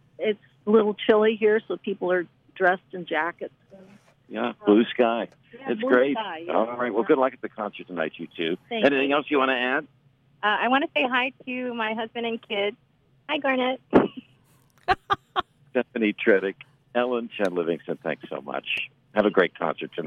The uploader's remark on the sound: On the Bus from Hannover to Berlin